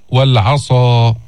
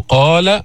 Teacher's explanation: الصاد فيها إطباق، القاف ما فيها إطباق، فأعطى مثلين لحرفي الاستعلاء، واحد فيه إطباق والثاني ليس فيه، وأحدهما ليس فيه إطباق.